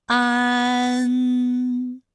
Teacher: 前啊开始，舌面升高，舌面的前部抵住硬腭的前部，当两者将要接触的时候，软腭下降，打开鼻腔通路，紧接着舌面前部与硬腭的前部闭合，使在口腔受到阻碍的气流从鼻腔里透出，口型由开到合，舌位移动比较大